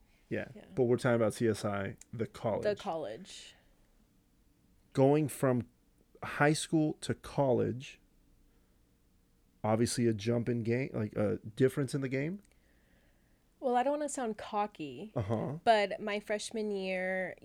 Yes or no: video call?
no